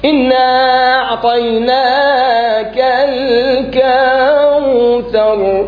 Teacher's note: الغنة ما أجت تامة، والمد أيضا كان قليل